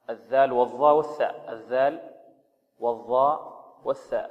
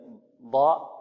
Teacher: هذه حروف مخرجها مخرج واحد وهو طرف اللسان مع طرف الثنايا العليا · Shown in: first take